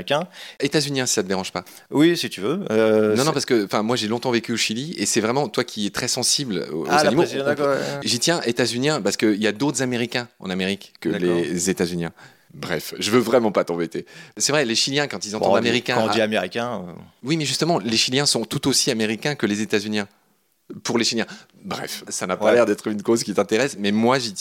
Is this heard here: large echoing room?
no